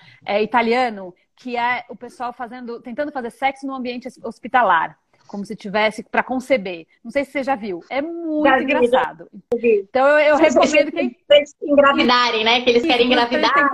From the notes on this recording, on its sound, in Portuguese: A conversa foi gravada ao vivo pelo meu Instagram